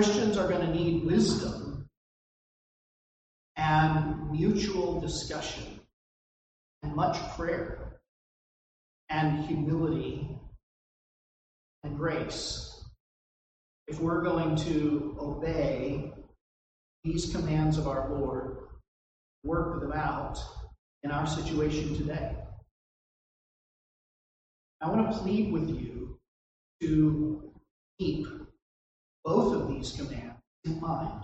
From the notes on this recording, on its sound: This recording suffers from poor audio quality.